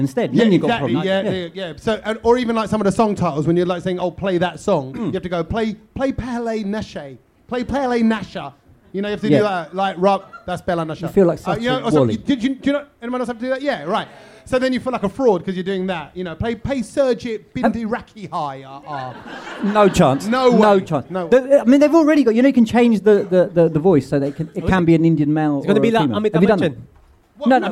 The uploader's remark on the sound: London Podcast Festival 2023. This one was recorded infront of a live audience in Kings Cross, London! What a great crowd! We absolutely love doing the podcast with all the noise and rabble from our Brownloaders!